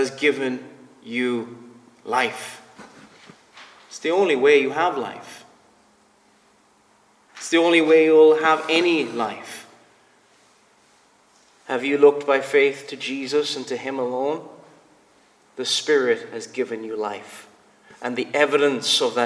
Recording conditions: large echoing room